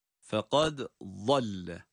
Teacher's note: Fekad dal harfini kalkaleyle okuyoruz. Sonra da vad harfine geçiyoruz kendi sesiyle. Fekazzalle.